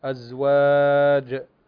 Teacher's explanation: عندنا كلمة أزواج فتقلق الجيم